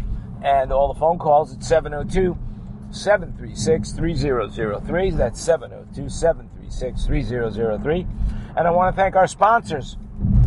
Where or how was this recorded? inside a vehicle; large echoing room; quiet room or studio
inside a vehicle